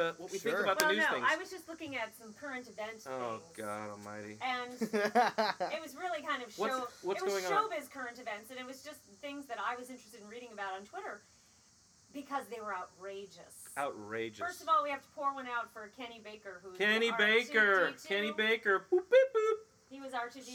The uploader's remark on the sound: A note on the audio: this is actually done on my screen porch outside so you get to enjoy the crickets and wind chimes in their native glory. Also, Im currently using a single mic for all participants.